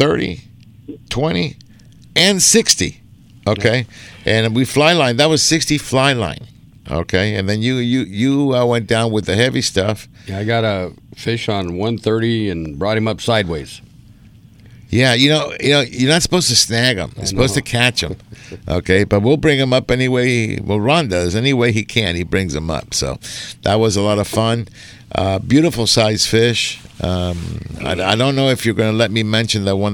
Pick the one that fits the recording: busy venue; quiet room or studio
busy venue